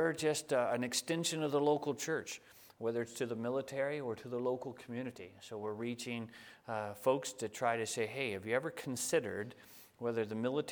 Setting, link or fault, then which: setting, large echoing room